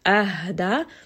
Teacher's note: Ha is a letter of hems, meaning that when this letter has sukun, there is going to be quite a lot of air that is coming up.